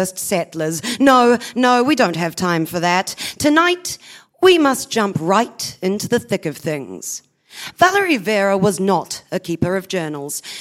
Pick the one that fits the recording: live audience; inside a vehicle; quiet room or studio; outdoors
live audience